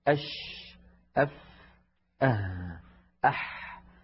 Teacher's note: لما يكون الحرف رخو يعني الصوت قابل للجريان، أش أف أح، هذا الجريان والامتداد يحتاج إلى زمن